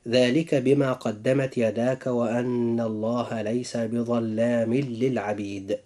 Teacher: في هاتين الكلمتين أخي المسلم جاء إدغام بغير غنة، حيث وقع التنوين في آخر كلمة بظلام، وجاء بعده اللام في كلمة للعبيد